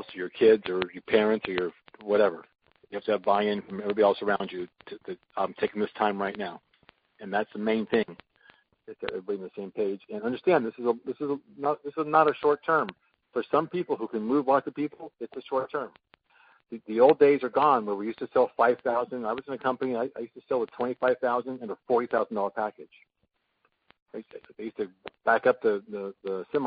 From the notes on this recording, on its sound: an archive of weekly conference calls